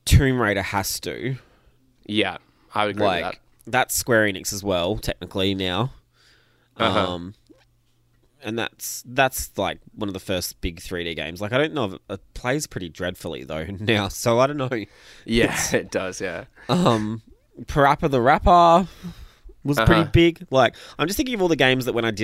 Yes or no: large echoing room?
no